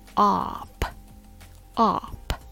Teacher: This syllable is not the primary stress, but it has a secondary stress, so it still needs to be pronounced clearly.